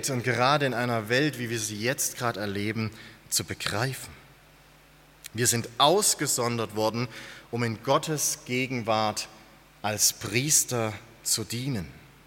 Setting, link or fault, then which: setting, large echoing room